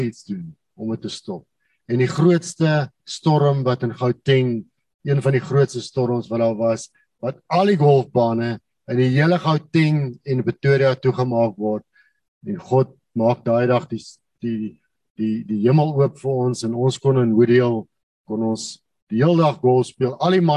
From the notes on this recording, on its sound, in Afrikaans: Manne van die Woord Zoom Byeenkoms 25 Januarie 2022